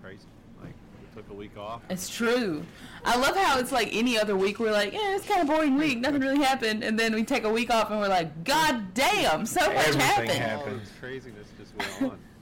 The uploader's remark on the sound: Sorry the audio is a bit off